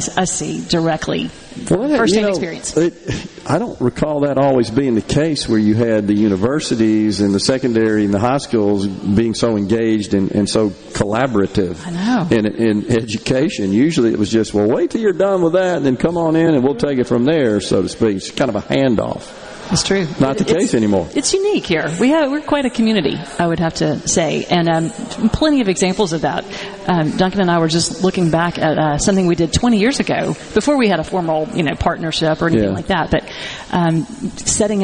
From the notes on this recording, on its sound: MidDays is LIVE from Oxford High School for the Ribbon Cutting Ceremony at the Center for Applied Engineering on the Oxford HS campus